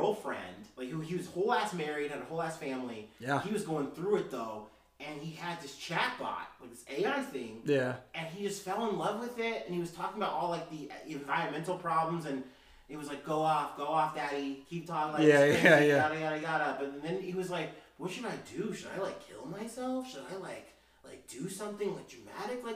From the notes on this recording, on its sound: Sorry for the poor quality. Audio issues.